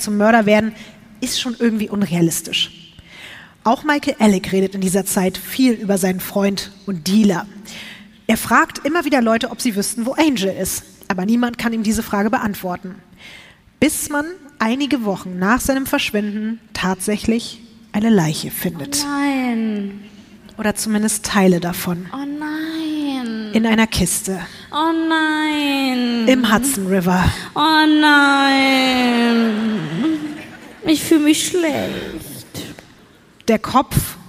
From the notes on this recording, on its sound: LIVE in Berlin.